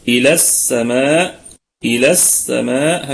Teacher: إلى السماء، إلى الهمزة محققة في البدء والوصل وفيها مد، إلى هكذا مد طبيعي وقفا محذوف وصلا للتخلص من التقاء الساكنين، إلى السماء إلى السماء هكذا، يبقى هذا مد طبيعي وقفا محذوف في حالة الوصل للتخلص من التقاء الساكنين.